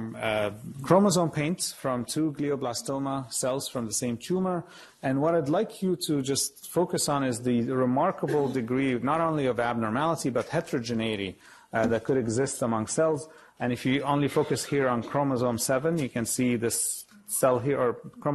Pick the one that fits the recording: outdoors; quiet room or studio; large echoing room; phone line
large echoing room